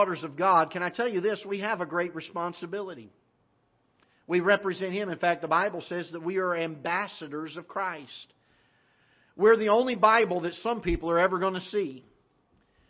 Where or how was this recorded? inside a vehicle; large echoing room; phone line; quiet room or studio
large echoing room